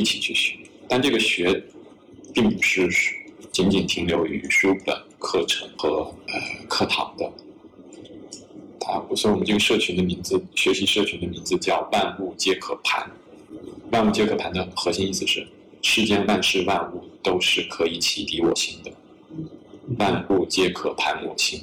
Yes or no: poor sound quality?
yes